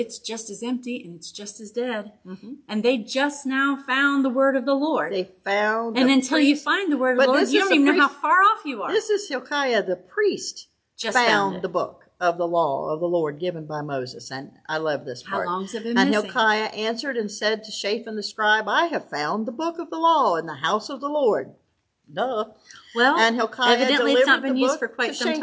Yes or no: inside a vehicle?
no